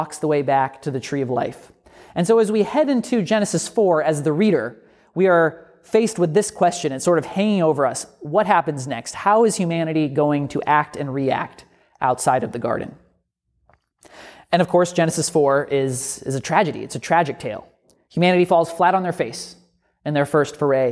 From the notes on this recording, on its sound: A sermon from Grifton United Methodist Church.